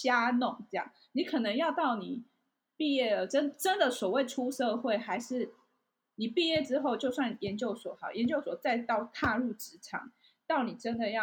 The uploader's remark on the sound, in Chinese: 本集節目透過Zencastr錄製平台來錄製，聲音品質會與過往錄製有些落差，請見諒。